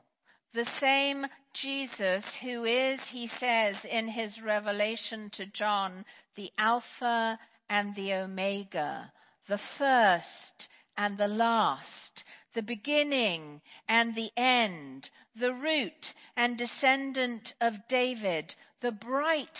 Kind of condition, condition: setting, large echoing room